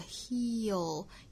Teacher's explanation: 注意舌侧音尾部哈，舌尖是在上齿龈的位置